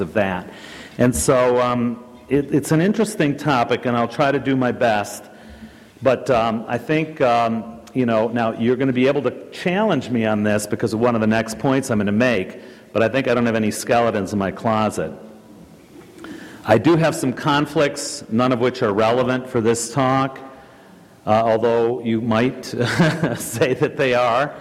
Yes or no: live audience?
yes